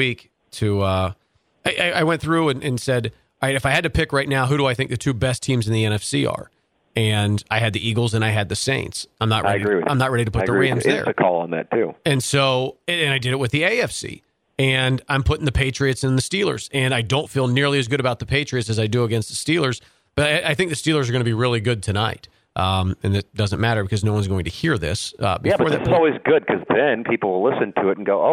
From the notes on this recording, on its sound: Joins via phone from Florida.